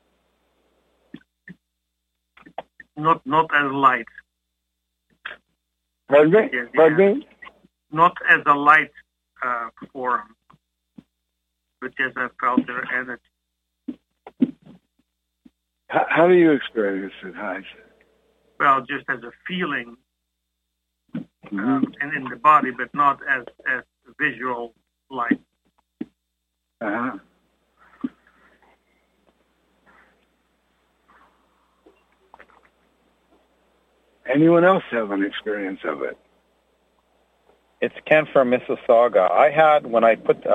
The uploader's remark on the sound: Conference Call LIVE, June 15, 2022